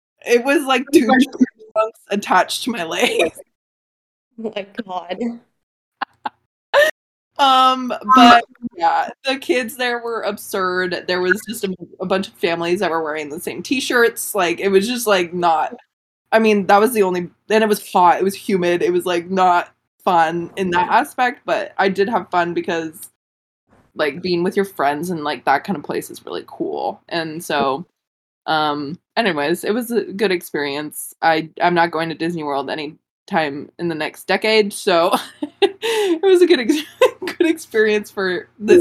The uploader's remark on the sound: dealing with the technical difficulties that come with long distance teamwork